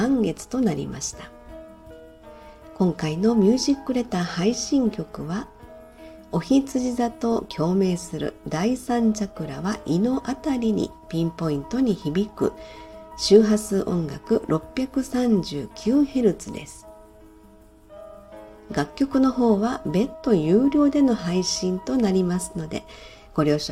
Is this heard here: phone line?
no